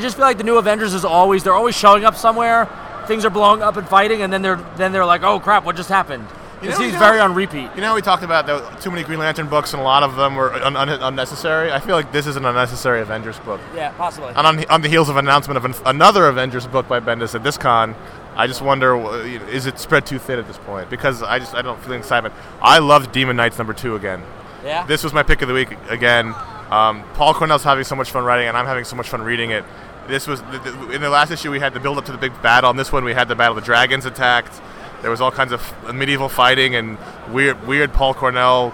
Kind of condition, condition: setting, busy venue